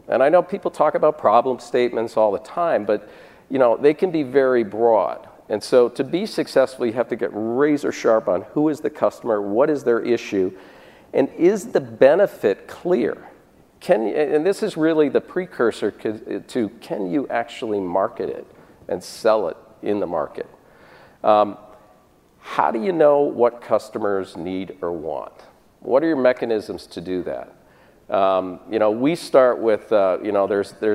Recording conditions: live audience